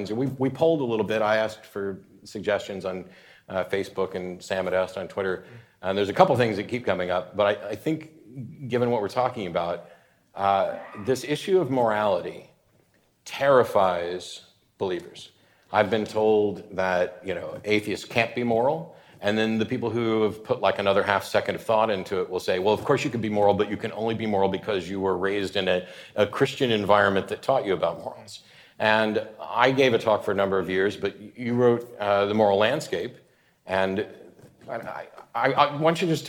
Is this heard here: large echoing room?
yes